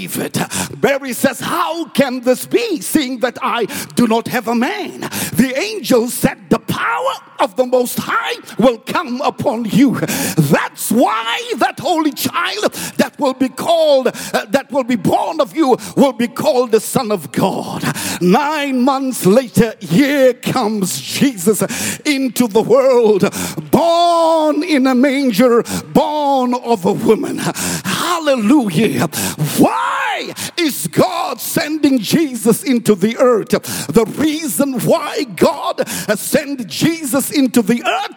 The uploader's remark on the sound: preached at Grace Bible Church Pimville